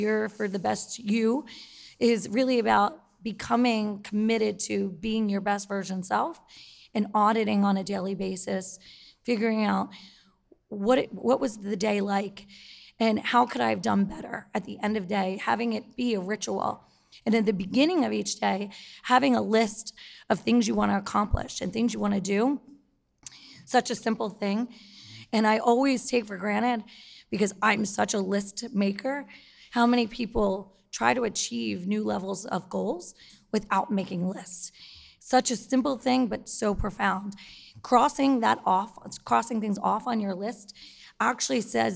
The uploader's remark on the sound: The Millennial Outliers Holiday Special - A Live Podcasting Event! The hosts kick off the show by expressing their heartfelt gratitude for the incredible audience and the amazing venue.